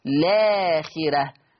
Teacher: حذف همزة الوصل وابتدي باللام مباشرة، هبتدي بلام مفتوحة فتصير لاخرة، بس لما ابتدي باللام واحذف الهمزة اللي قبل اللام هتصير قصر فقط، حركتين مع القصر فقط.